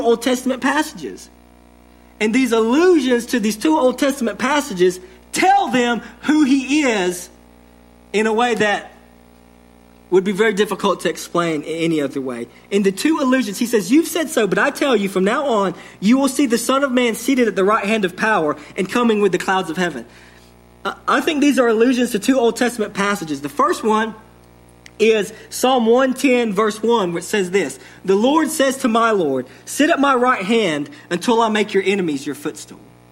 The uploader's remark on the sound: Sermon delivered to Cottondale Baptist Church in Eastman, GA on 11/28/21. Sermon delivered to Cottondale Baptist Church in Eastman, GA on 11/28/21.